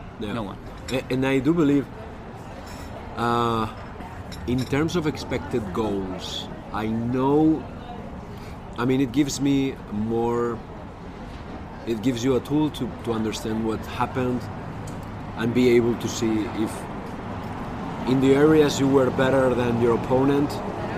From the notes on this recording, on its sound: This podcast was recorded in a beautiful outdoor patio in Paris on Sunday evening